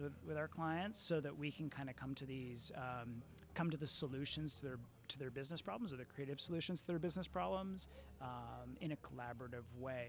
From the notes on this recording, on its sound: Recorded: Friday January 18, 2019 at 10:00 am (EST) at the Interior Design Show. At Jam3.